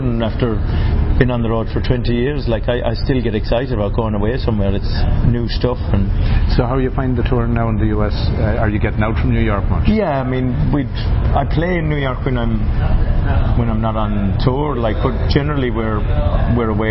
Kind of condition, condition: setting, busy venue